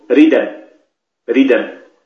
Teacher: وبعضهم يعبر إلقاء حركة الهمزة على الساكن قبلها مع حذف الهمزة، مثلا كلمة ريد أن، ريد أن أصلها دال ساكنة ثم تتلوها همزة مفتوحة، فنقلت حركة الهمزة وهي الفتحة إلى الدال فصارت الدال مفتوحة بدل أن كانت ساكنة، وحذفت الهمزة · Term: النقل